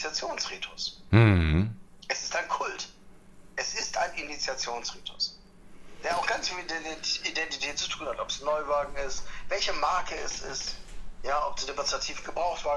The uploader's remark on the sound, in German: Am Telefon zugeschaltet.